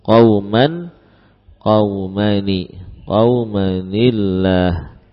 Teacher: Lam kita baca tipis karena sebelumnya adalah harakat kasrah